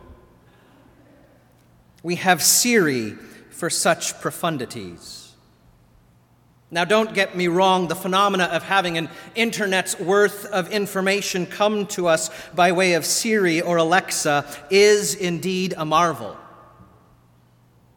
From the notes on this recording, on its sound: Sermon delivered at All Saints Kingsway on January 19, 2020.